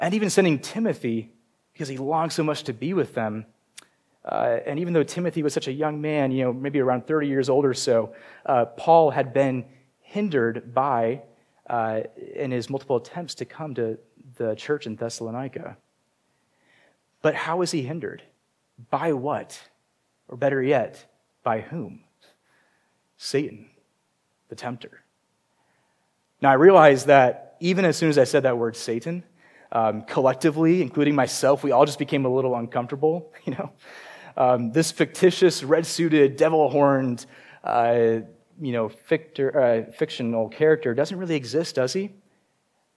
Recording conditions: large echoing room